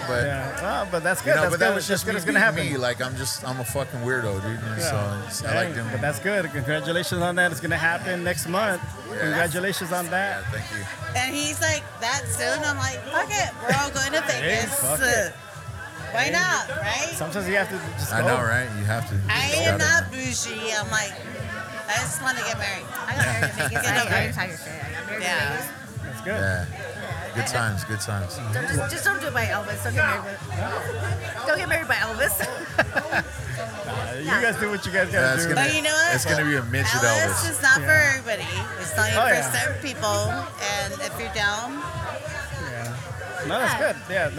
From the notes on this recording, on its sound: recorded at Athena's, a lifestyle swinger hideaway